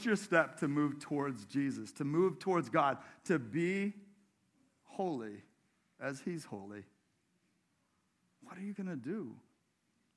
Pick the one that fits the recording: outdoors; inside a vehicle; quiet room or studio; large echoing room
large echoing room